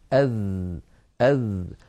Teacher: من صفاته في اللغة العربية أن الذال مجهورة، لأنها ليست من حروف سكت فحثه شخص، فلا يجري معها النفس كثيرا، يجري نفس ضئيل لا يعتد به، أذ. والذال حرف رخو، لأنها ليست من حروف أجد قط بكت فهي ليست شديدة، وليست من حروف لن عمر فهي ليست بين الرخوة والشديدة، فهي قابلة للتطويل والمط فهي حرف رخو.